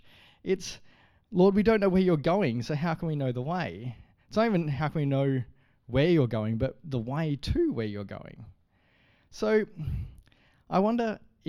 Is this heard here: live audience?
no